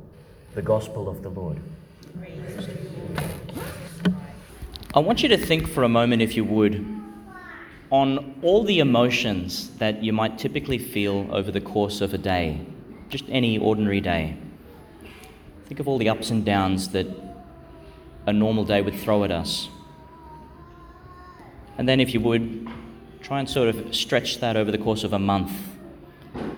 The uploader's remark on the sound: Homily for Fifth Sunday (of Year A) in Lent, 2022, delivered in Our Lady Star of the Sea, Gladstone, Qld.